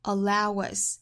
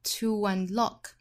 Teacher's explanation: 一个是 allow us allowus，一个是 to unlock tounlock，都是加 w 的情况